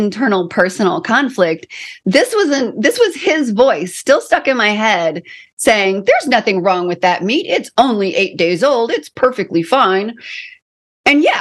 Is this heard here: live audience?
no